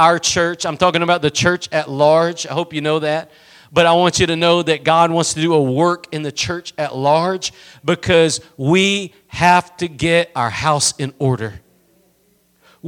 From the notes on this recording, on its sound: Preached at Gospel Lighthouse in Bossier City, La.